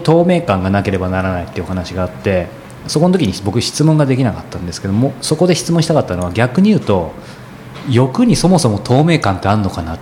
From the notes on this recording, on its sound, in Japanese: コートヤード HIROOで収録したショートインタビューをお届けします